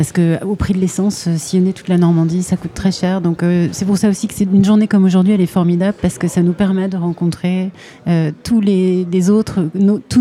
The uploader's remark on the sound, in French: En direct des Ateliers Intermédiaires, à l'occasion de la journée des médias libres en Normandie organisée par Grand-Format.